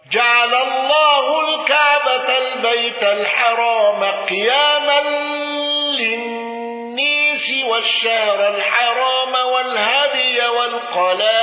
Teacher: دوري أبي عمرو بإمالة الناس والغنة